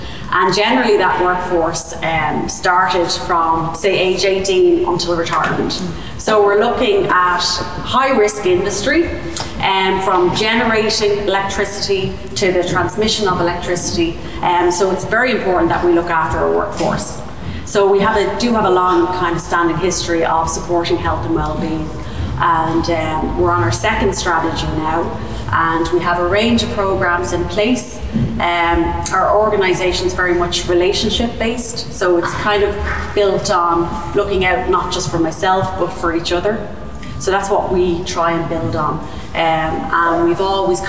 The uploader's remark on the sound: Live at the Irish Aviation Authority. We brought the community together at the wonderful Irish Aviation Authority conference centre. With a panel of guests from different industries. We recorded the audio from the event.